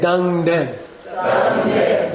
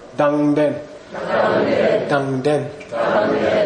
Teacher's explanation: It's a nga, ending with a nga and then starting with a prenasal. And it's very strong.